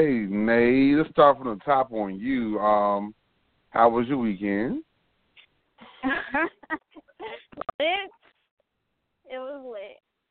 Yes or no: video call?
no